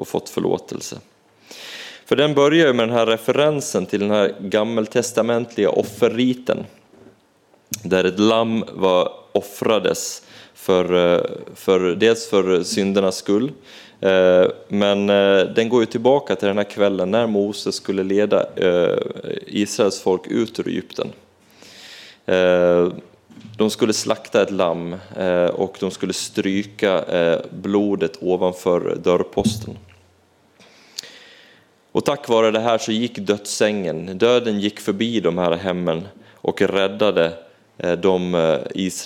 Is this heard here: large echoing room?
yes